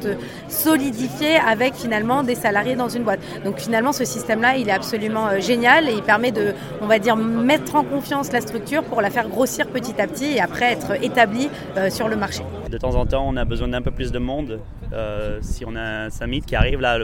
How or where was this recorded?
busy venue